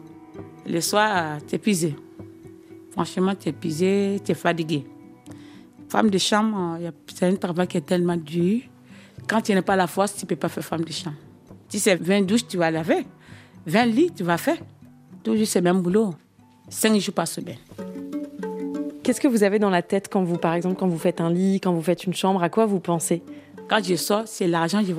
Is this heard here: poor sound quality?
no